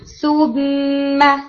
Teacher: ہاں جی بالکل، کہیں پر بھی نون اور میم آئے گا تو آپ نے جو ہے وہ حمزہ میں نیزل پیسج نہیں کھولنا. جیسے ہی نون کا ہٹ ہوگا فوراً نیزل پیسج کھولو. ایدن اس طرح سے سوبم، تو سو میں نہیں.